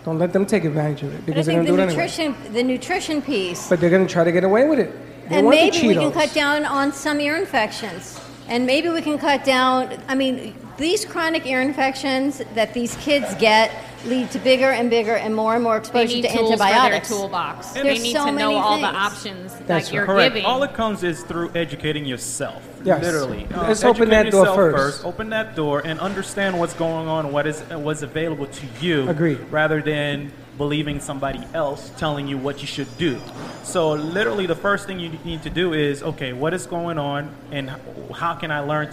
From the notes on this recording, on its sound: Join us for some Pizza Fun from the Pizza District in Boca Raton Florida. We had a huge crowd and made many new friends.